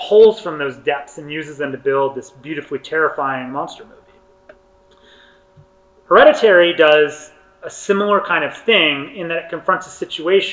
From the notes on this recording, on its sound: session recorded at Socialism 2022